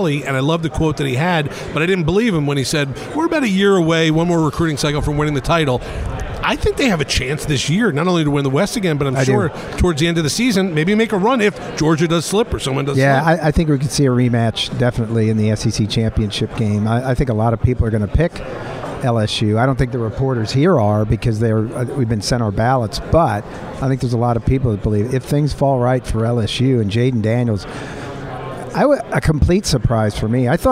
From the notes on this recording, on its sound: The Capital One Orange Bowl Media Tour presented by Duffy’s Sports Grill heads to SEC Media Days in Nashville. Live from SEC Media Days in Nashville.